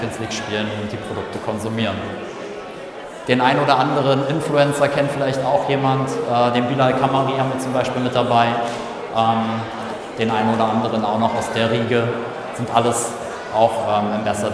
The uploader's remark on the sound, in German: FUMEBA Messe Vortrag. Auf der FUMEBA (Fussball Messe Baden) als Speaker zu Gast und spricht auf der Hauptbühne. Live-Mitschnitt des Vortrags.